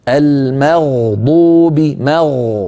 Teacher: المغضوب مغ مفخم الغين هذا صواب، المغ مغ هذه خطأ، فانتبه إلى ذلك.